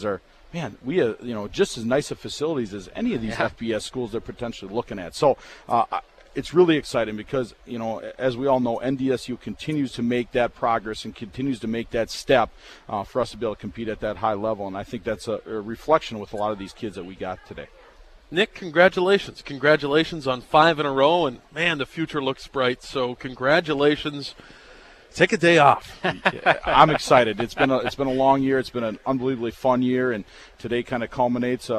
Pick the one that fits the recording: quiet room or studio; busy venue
busy venue